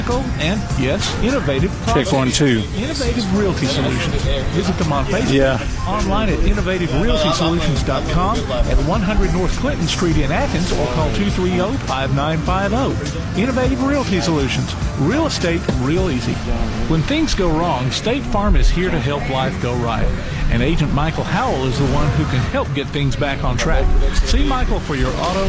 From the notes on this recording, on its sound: Live from the Limestone County Sports Hall of Fame induction ceremony